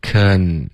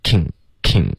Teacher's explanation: can 开头嘴巴要张开，k 舌尖再顶着上颚，can 而不是 king · Shown in: first take